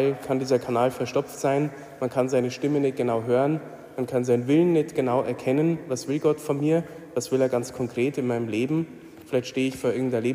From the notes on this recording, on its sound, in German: Die Predigt hielt ich bei der "Nacht der Anbetung" in Wolfsburg.